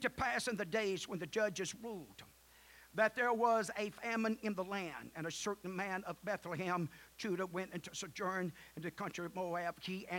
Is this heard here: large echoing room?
yes